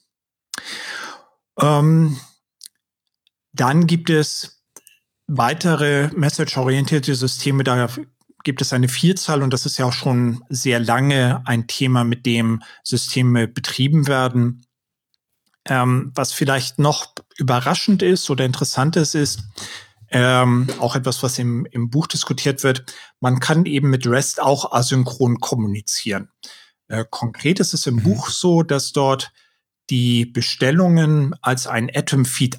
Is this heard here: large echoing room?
no